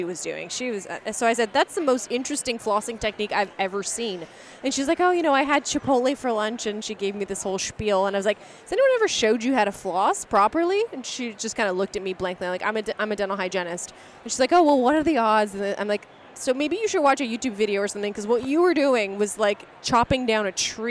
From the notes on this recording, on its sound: We are excited to have Philips Sonicare as our sponsor for this episode, which was recorded live at their booth in Vancouver, Canada.